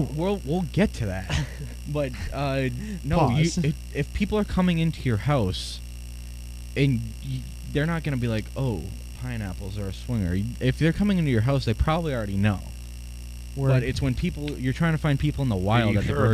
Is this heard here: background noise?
yes